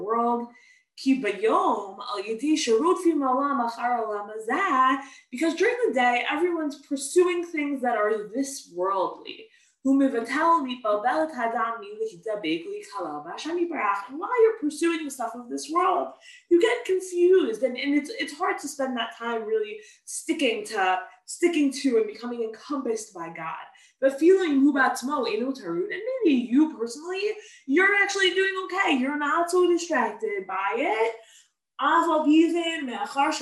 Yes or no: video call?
yes